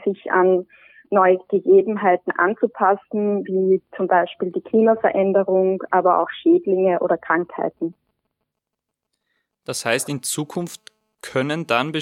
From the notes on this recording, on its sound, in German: Leider musste das Präsenzinterview verschoben werden – entschuldigt die unterdurchschnittliche Telefon-Audioqualität.